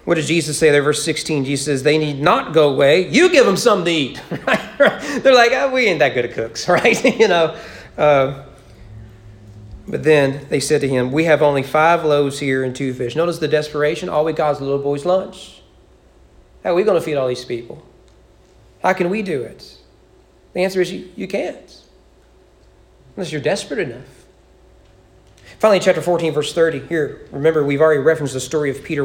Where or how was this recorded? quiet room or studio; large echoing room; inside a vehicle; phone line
large echoing room